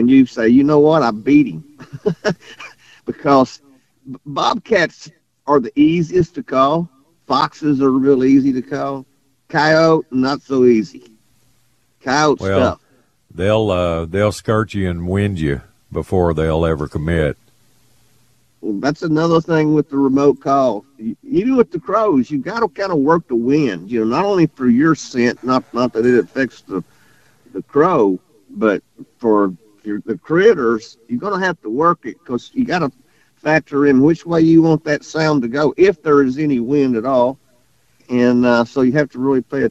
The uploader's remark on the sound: We take calls from our loyal Sickos.